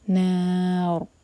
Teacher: نون کو لائٹ رکھنا ہے، نار نہیں کہیں گے، نا، نار، را ہیوی ہوگا، نون نہیں